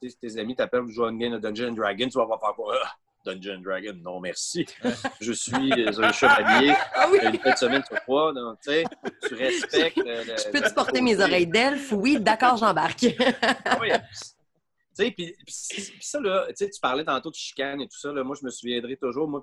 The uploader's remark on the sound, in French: La classe a eu lieue sur Zoom.